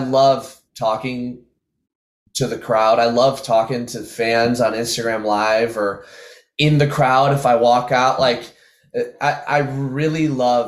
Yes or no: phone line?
no